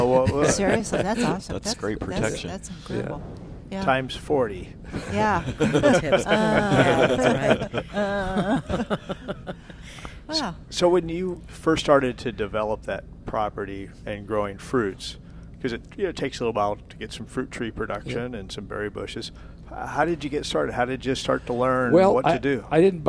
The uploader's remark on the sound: Live at Prairie Gardens